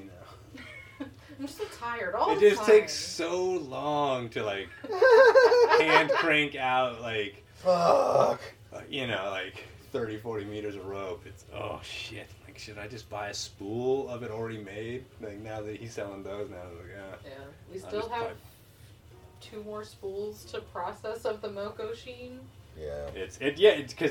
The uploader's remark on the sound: With this episode, we try adding a third...person in the studio with our very first guest interview. This is our first time trying to record three people with just our two wireless DJI mics.